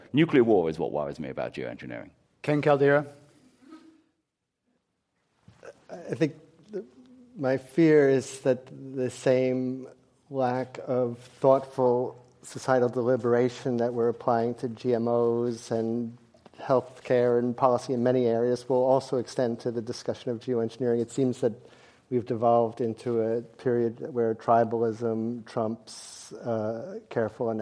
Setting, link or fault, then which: setting, live audience